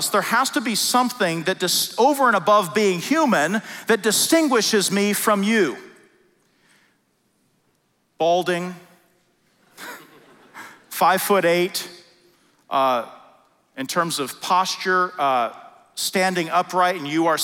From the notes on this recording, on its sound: at the Founders “The Only God” national conference in Southwest Florida